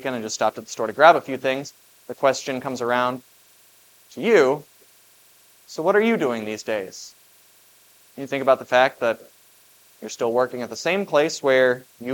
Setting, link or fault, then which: setting, large echoing room